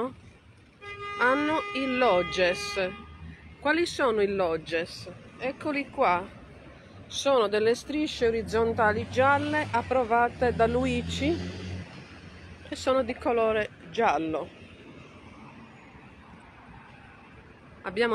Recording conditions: outdoors